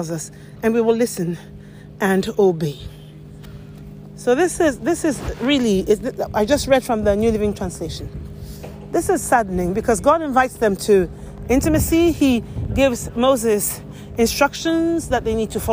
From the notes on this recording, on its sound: This is a noisy episode recorded while walking outside. So, it is noisy and the volume fluctuates.